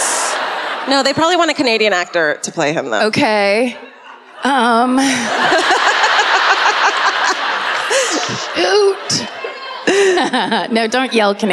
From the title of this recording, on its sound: Live at the Sony Centre in Toronto